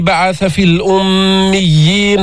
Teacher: نبين شدة الياء وقبلها الغنة في الميم المشددة